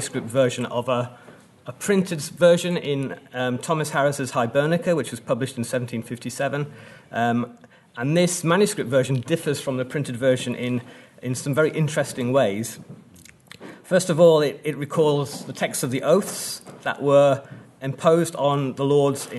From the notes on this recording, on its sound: at the 2022 Tudor and Stuart Ireland Conference